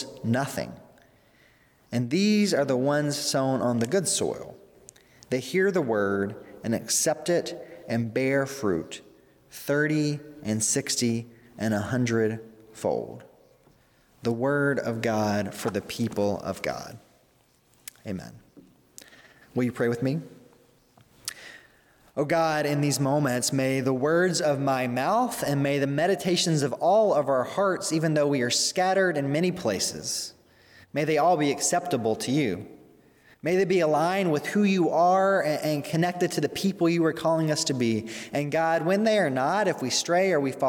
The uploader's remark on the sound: During the Sunday November 22, 2020 service, at First Presbyterian Church of Arlington Heights, Illinois.